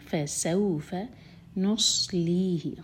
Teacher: سَوْ مدلین ہے، فتح کو واو سے جوڑیں گے, فَسَوْفَ نُصْلِيهِ، صاد ہے بھی، سین نہیں ہے یہ، صاد